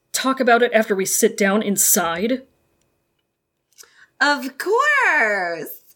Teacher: She's got kinda got the vocal fry.